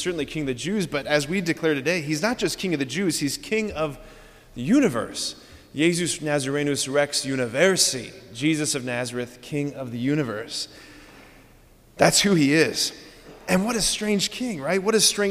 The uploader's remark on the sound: At Sacred Heart of Jesus Catholic Church in Wadsworth, OH.